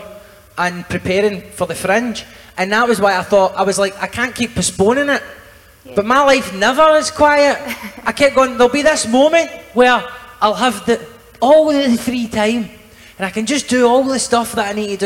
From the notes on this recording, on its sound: We revisit the sixth show of Common People Live at the Edinburgh Fringe.